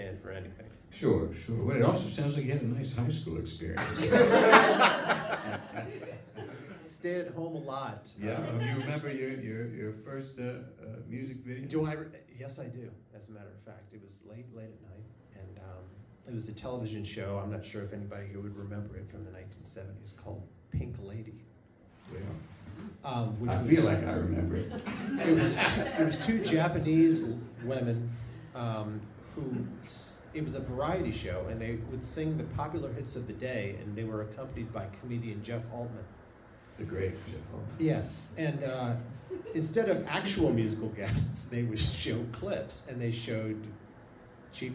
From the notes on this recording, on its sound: Taped live at the Brooklyn Lyceum